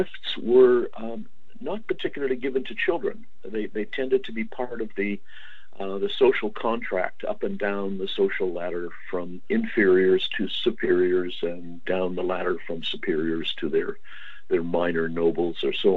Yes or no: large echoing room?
no